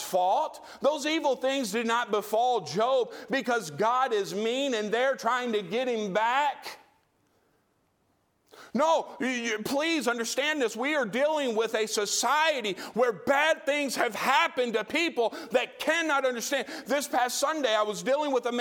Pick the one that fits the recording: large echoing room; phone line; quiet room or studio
large echoing room